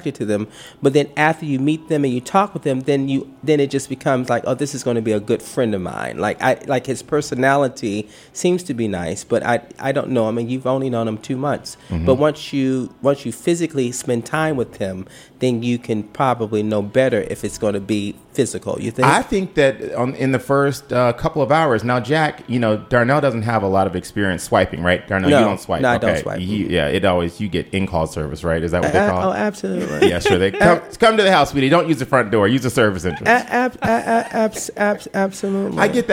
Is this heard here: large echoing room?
no